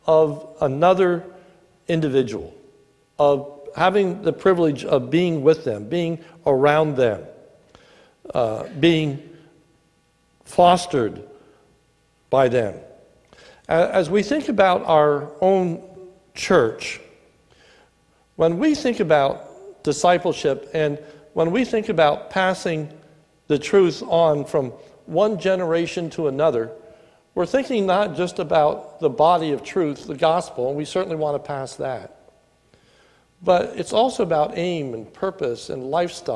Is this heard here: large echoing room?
yes